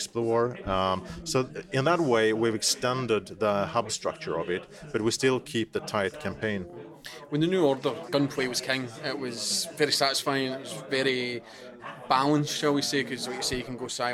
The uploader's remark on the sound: During EGX 2017 we got the chance to tag along